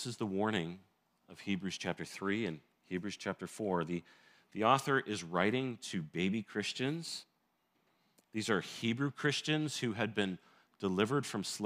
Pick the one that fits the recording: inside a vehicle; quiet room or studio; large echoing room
large echoing room